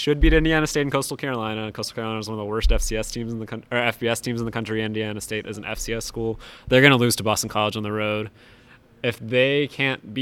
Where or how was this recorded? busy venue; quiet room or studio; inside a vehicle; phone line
busy venue